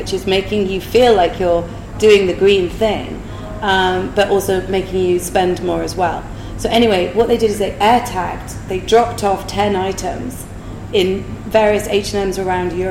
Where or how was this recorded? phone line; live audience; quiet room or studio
live audience